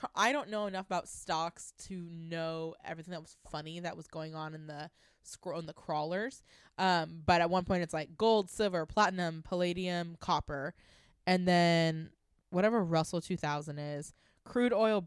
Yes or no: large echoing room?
no